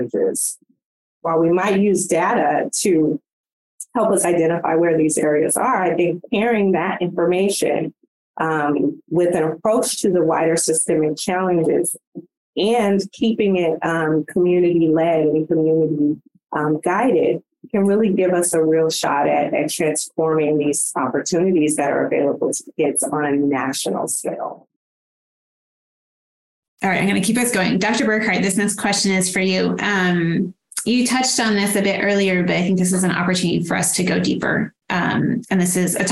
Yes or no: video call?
yes